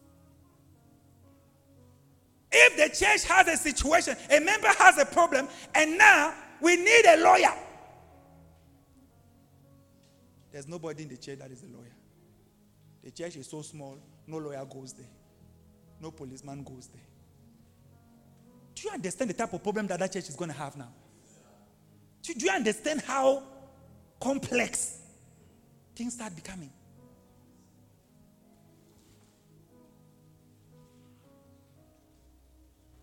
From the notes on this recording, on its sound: preached live at ABC Robega